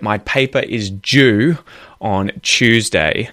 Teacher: here we've got a voiced J sound instead of an unvoiced Ch sound because it's a D, there's a U after it